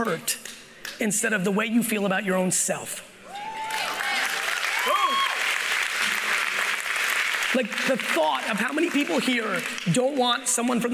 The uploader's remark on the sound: I'm sharing my keynote from the Aspire conference in San Diego, California.